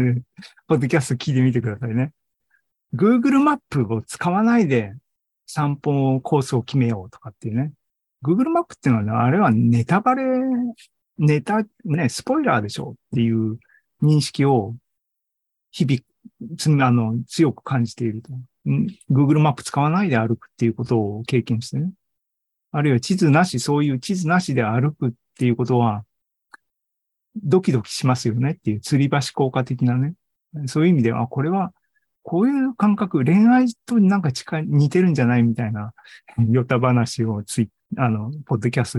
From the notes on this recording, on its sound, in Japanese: ２０２３年６月２４日に開催した ZOOMライブの模様です